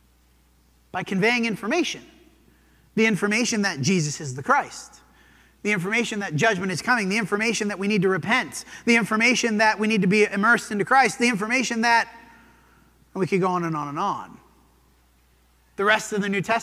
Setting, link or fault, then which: setting, large echoing room